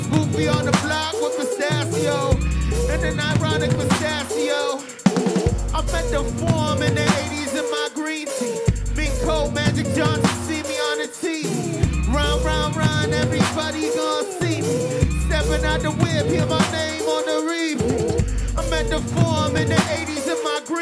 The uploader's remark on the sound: The performance was captured during the 2019 New Hands Festival at Healer. The performance was captured during the 2019 New Hands Festival at Healer .